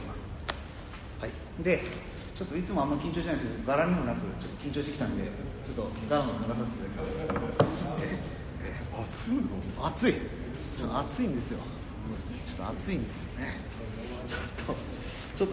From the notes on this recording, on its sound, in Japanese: のトークイベントの録音です。会場：武蔵野美術大学鷹の台キャンパス 2号館309、310教室。